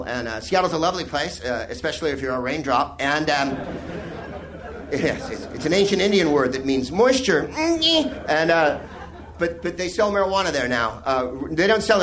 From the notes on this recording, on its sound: Live from the Soho Theatre in London